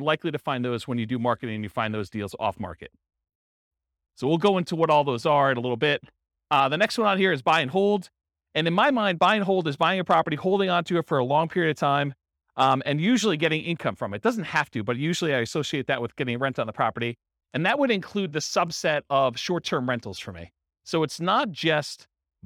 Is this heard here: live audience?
yes